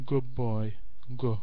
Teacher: Go, good boy, go. We take away the duh sound and replace with the glottal stop